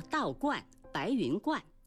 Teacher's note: 观是个多音字，还可以读去声观，指道教的庙宇，如道观、白云观。